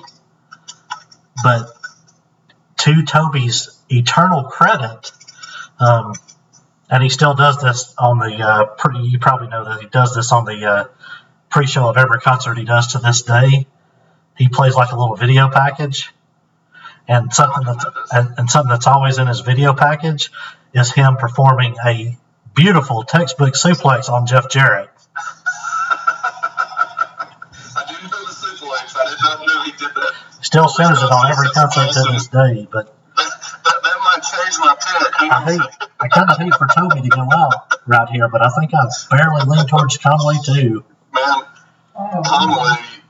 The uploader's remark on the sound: The sound quality is worse.